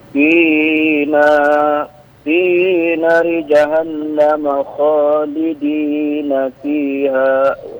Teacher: Kalau ada nun tasdid, itu dengung ya, Cu. Dengung, ditahan, ditekan. Nah, panjangnya 2-3 harokat gitu.